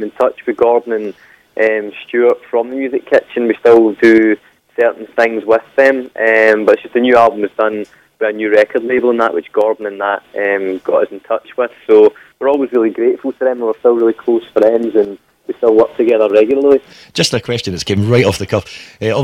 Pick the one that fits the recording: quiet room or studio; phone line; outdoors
phone line